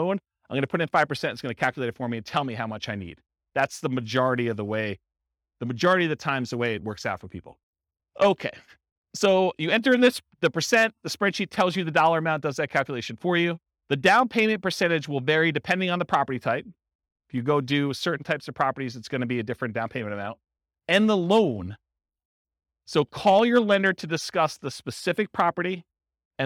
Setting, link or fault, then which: setting, live audience